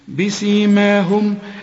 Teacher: بسيماهم، أدي الميم اللي احنا بنقفل فيها شفايفنا، ميم عليها سكون، ميم ساكنة، أقفل، لازم تقفل فيها شفايفك